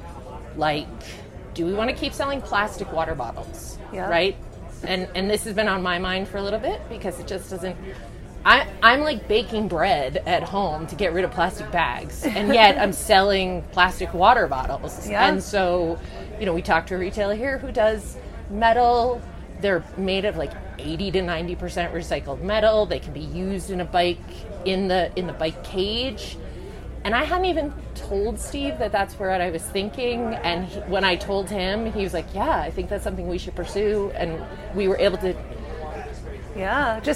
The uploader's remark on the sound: Live from the Big Gear Show Day 1. Broadcast live from the show.